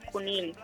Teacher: una altra característica que podríem confondre és, per exemple, el tancament de la U en paraules com conill